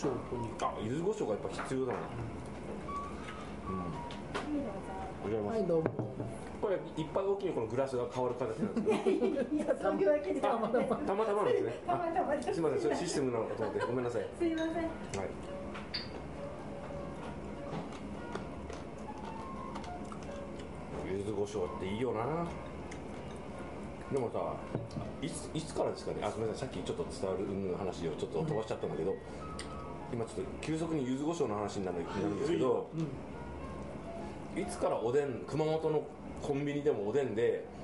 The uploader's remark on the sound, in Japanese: ご近所の居酒屋「癒」でのゲリラ収録２周目です。